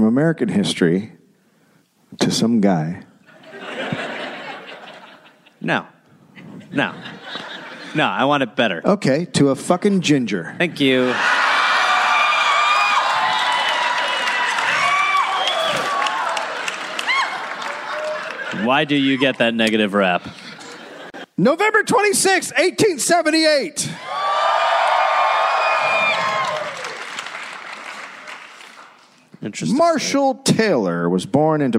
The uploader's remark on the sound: Live in Indianapolis